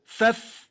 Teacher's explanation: والفاء من باطن الشفة السفلى مع أطراف الثنايا العليا